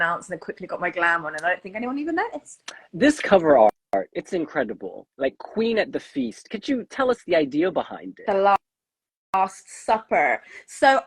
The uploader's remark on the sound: during an Instagram live on September 26